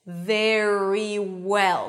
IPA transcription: ˈvɛɹi wɛl